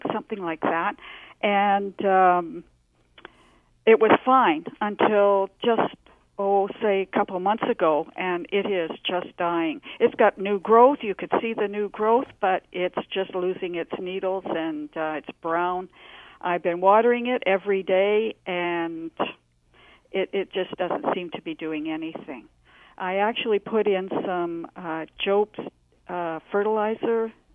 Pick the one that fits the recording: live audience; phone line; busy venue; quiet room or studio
phone line